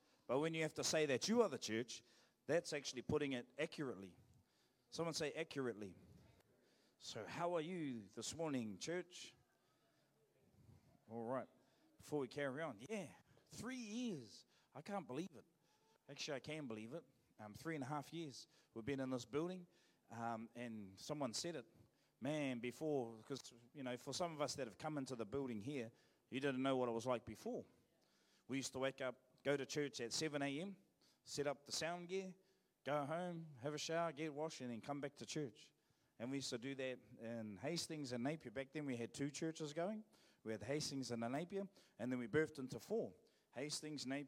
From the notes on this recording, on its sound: Live From IwiTapu Destiny Church Hawkes Bay